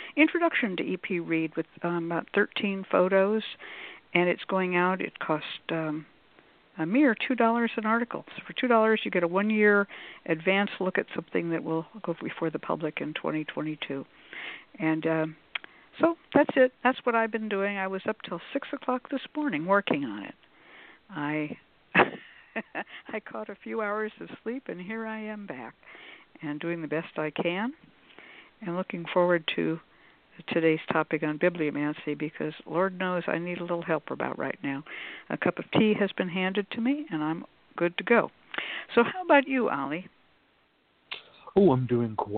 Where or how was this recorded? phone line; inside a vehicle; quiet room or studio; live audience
phone line